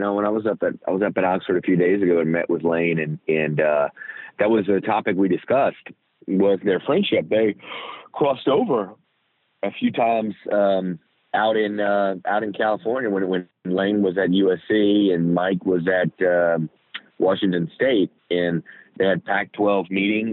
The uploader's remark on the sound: on the Modern Woodmen phone line